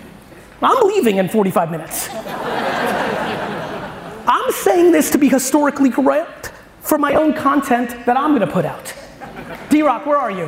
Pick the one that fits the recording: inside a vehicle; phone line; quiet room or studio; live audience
live audience